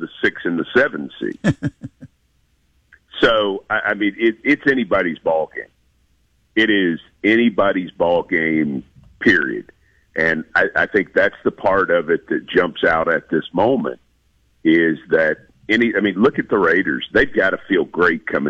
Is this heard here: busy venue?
no